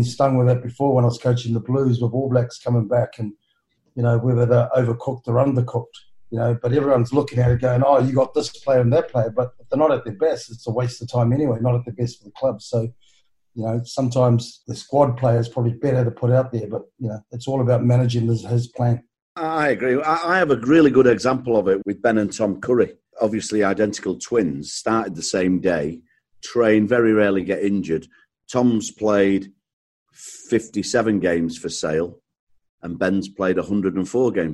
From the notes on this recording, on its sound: sits down (virtually)